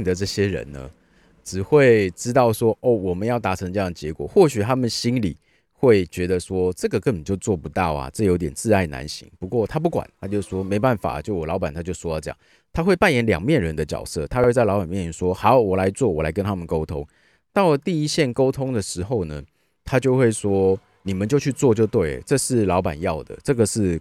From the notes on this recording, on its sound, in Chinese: 錄音地點：天母國中外停車格。行動錄音室：HONDA Odyssey （2002）。戶外podcast。